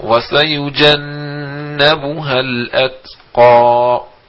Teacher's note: الهمس ميبقاش عالي قوي كده في التاء اخفض الصوت عنك